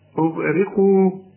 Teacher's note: أنا عندي الغين مفخمة والقاف مفخمة، إنما الراء دي مرققة جدا لأنها مكسورة، أغري أغرقوا فأدخلوا القاف، خد بالك، والدال حتنقلها فأدخلوا، ما تقولش نارا نارا.